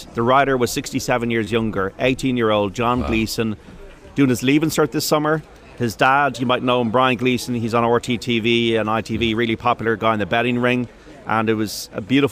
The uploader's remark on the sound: live from Cheltenham